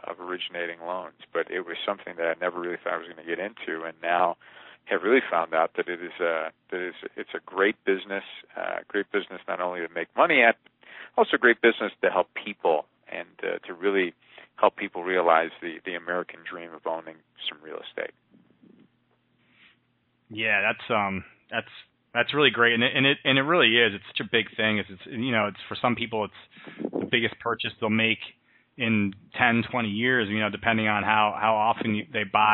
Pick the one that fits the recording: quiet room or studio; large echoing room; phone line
phone line